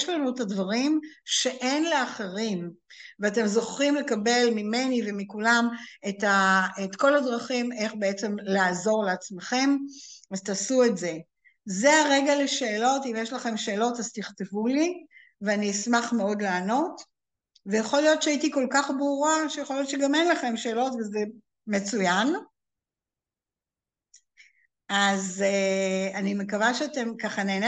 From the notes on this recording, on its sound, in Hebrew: הקלטה של הרצאת זום